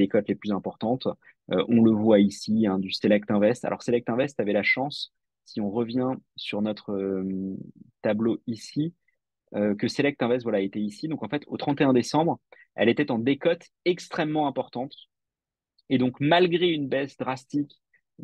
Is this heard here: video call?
yes